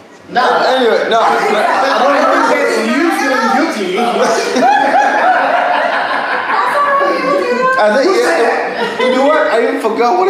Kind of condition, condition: setting, busy venue